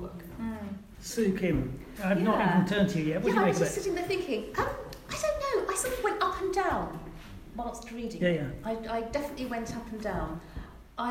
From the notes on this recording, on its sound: A special live podcast for Brighton City Reads 2018